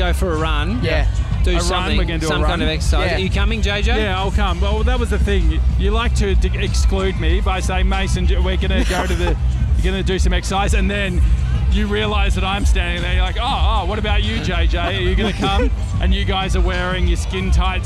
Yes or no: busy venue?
yes